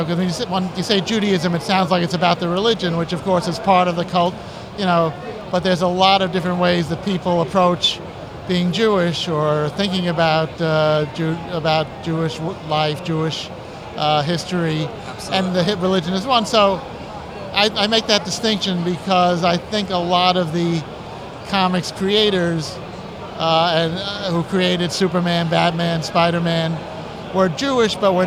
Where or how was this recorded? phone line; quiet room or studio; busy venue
busy venue